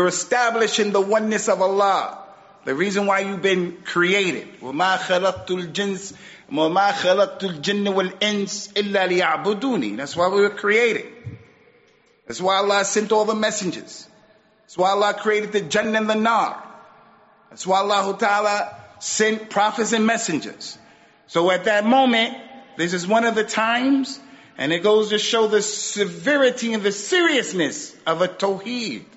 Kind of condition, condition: setting, large echoing room